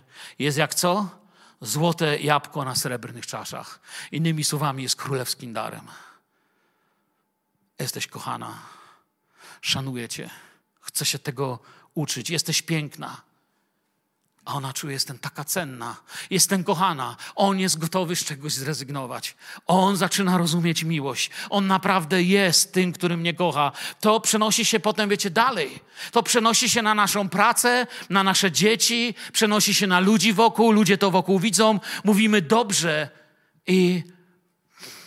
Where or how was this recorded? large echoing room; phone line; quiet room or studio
large echoing room